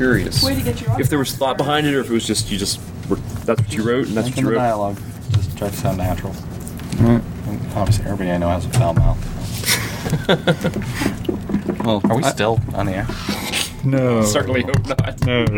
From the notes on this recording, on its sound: Live from New Dimension Comics in Cranberry Twp, PA. He's nearing the end of his signing tour for his newest creation, Mystery Society.